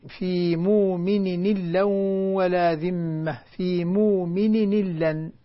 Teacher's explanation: نقل حركة الهمزة إلى التنوين · Term: النقل